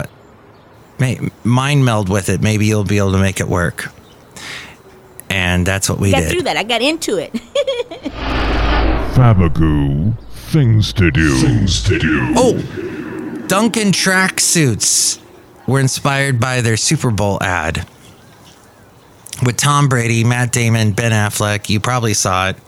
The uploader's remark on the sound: podcasts live from Café Anyway